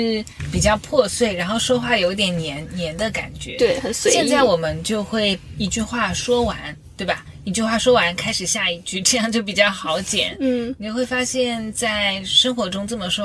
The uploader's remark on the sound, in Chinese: 本期节目我们久违地尝试了一下线下录制的形式，但是在茶馆聊到一半突然被通知堂食暂停，所以最终转战到了车里继续录制。久违的线下录制因为茶馆被通知暂停堂食，转战车里继续录。